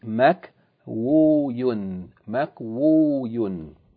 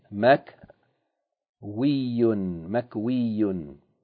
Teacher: the wow of the pattern maf'ul, that elongation wow, that wow is converted to ya, and the vowel of the wow before it became kesra, so it became makwi.